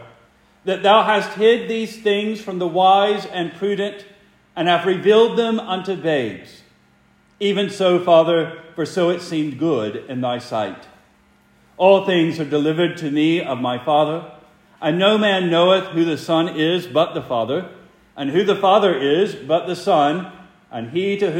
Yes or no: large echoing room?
yes